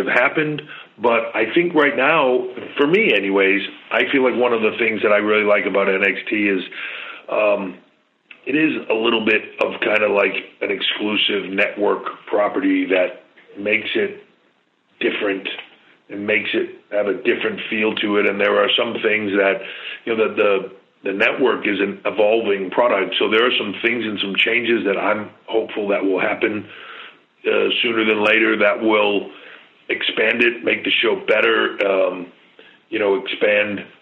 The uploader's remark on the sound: Customary pre NXT Takeover Conference Call.